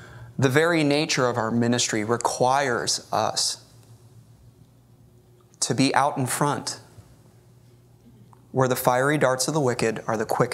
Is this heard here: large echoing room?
yes